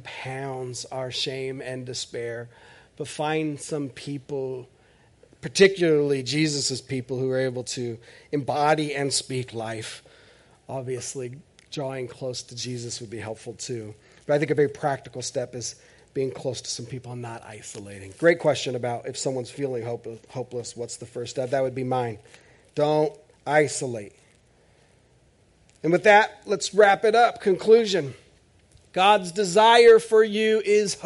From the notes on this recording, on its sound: This is audio ripped from the Live Service video.